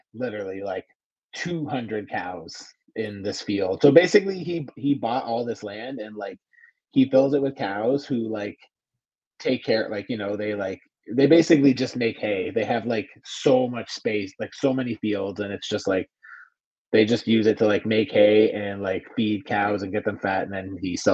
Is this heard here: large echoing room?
no